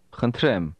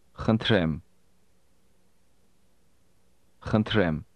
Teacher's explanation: This word begins with a sound that is similar to the English H, but it's pronounced with a lot of breath.